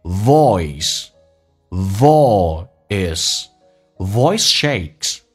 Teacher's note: oi 这个发音先发 o，嘴巴收圆一点点，后面那个尾音 a 很放松